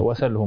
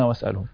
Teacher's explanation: بنقل حركة الهمزة إلى السين مع حذف الهمزة